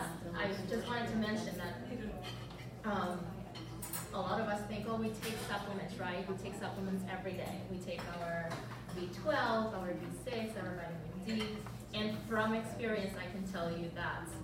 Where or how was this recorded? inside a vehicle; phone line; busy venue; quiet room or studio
busy venue